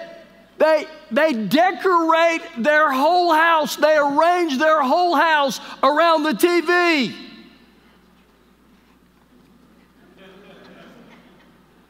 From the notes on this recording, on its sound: Recorded live during our Wednesday night service